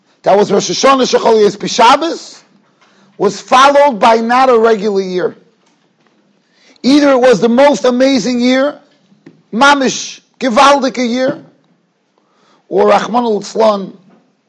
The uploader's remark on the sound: Shiur recorded in Yeshivas Ohr Reuven, Monsey, NY.